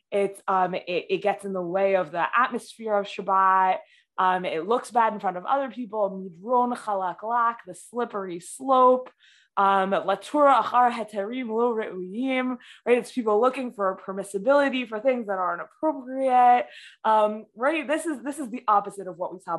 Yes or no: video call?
yes